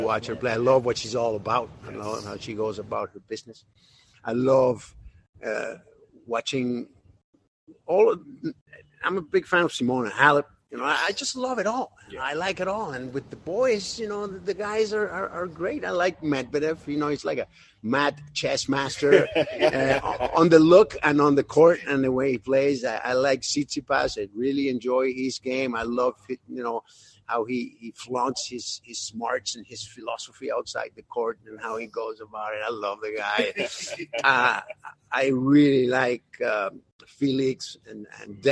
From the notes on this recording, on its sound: Walking the grounds of the Indian Wells Tennis Garden for the 2021 Edition of World Team Tennis